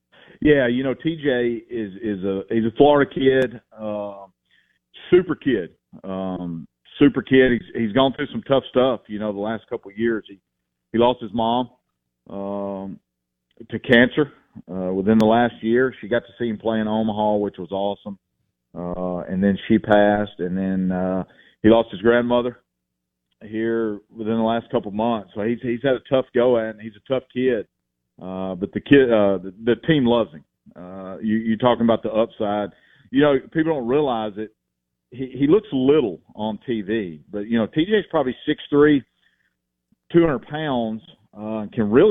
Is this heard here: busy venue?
no